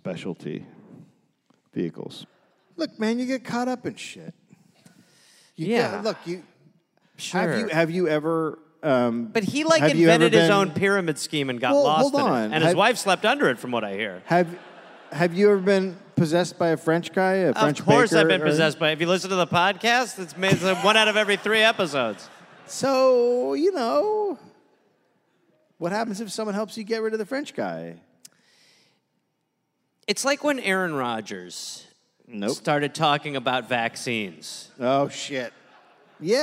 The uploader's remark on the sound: Recorded live in Adelaide, Australia